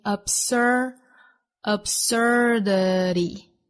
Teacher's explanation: absurdity 这个词在美音之中呢会有一个卷舌音 absurdity,最后的 t 会有一个弹舌的呈现